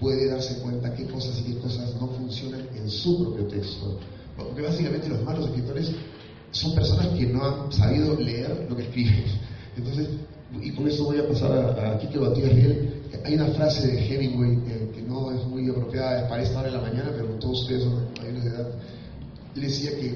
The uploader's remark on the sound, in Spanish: El conversatorio se desarrolló el 11 de noviembre del 2018 en la Casona Tristán del Pozo - Fundación BBVA Continental durante el Hay Festival Arequipa.